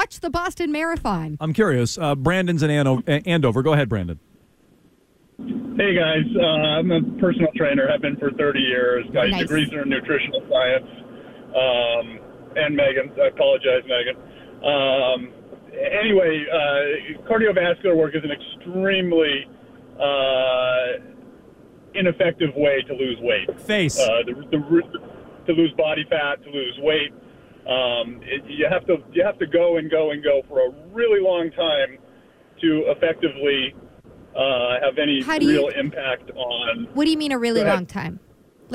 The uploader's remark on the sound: Apparently there is more than one personal trainer who listens to the show and they called